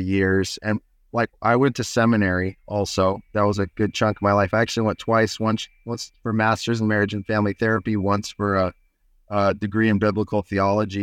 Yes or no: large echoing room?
no